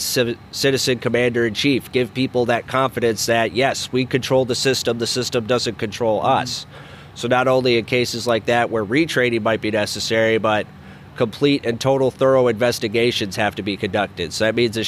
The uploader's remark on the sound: Live from the LNC